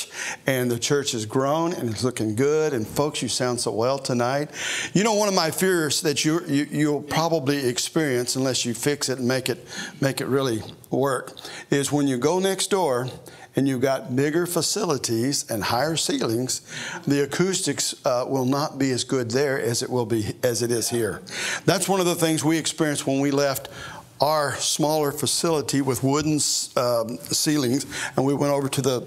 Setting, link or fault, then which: setting, large echoing room